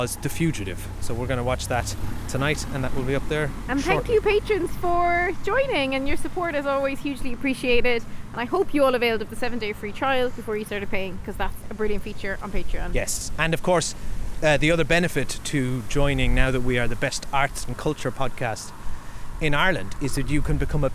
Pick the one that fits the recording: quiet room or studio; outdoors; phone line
outdoors